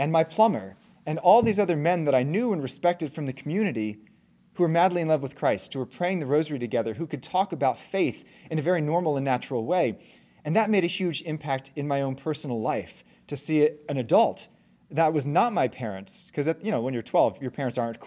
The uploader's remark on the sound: Talk given at the Catholic Homeschool Conference on June 9, 2023.